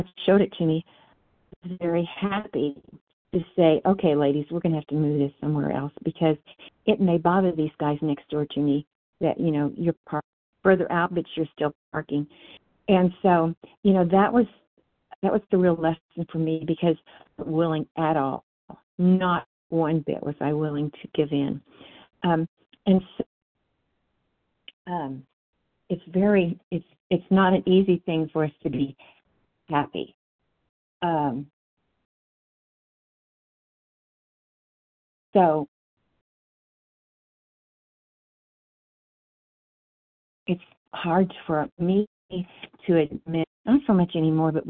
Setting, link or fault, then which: link, phone line